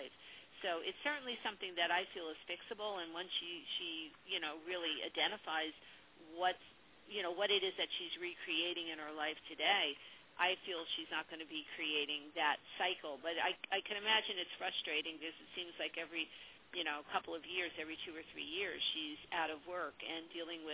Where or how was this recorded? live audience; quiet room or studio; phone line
phone line